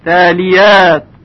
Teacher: صدای حرف ت که میبینیم خیلی ظریف و نازک ادا میشه، یعنی ترقیق میشه.